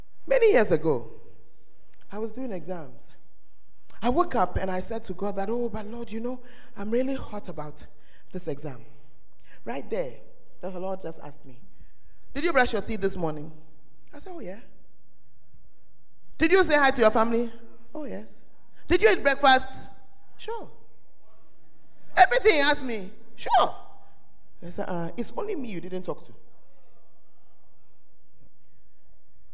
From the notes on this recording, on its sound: Preached at the First Love Center, Ayeduase